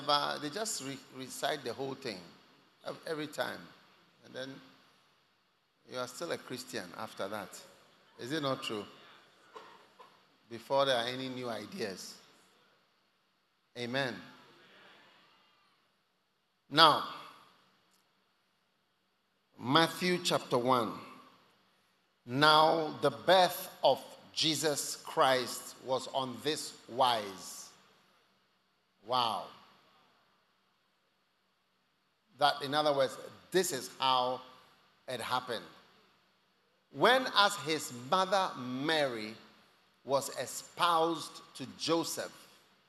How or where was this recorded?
large echoing room